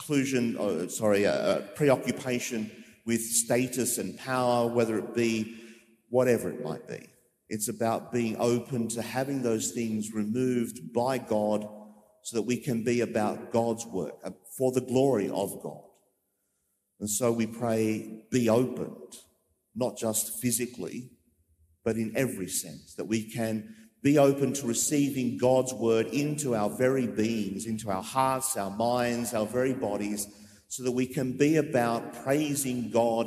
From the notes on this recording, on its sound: Preached during the live-streamed 9.30am Mass from Sacred Heart Cathedral, Hamilton.